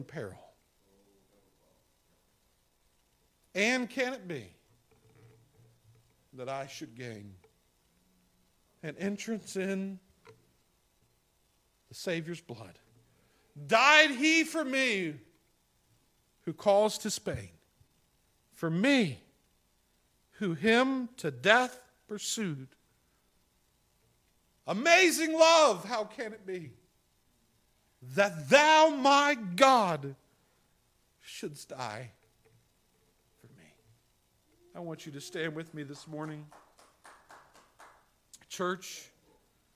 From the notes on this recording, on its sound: This sermon was preached on April 11, 2021 at the Tarrant Bible Methodist Church. This sermon was preached on April 11, 2021 at the Tarrant Bible Methodist Church .